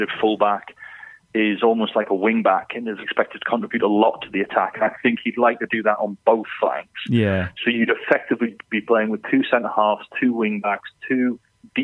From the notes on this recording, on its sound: on the phone